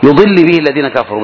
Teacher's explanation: بضم الياء وكسر الضاد